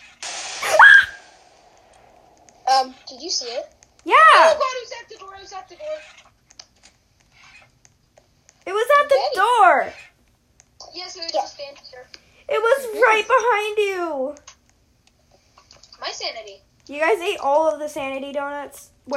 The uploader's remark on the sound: HEADPHONE WARNING.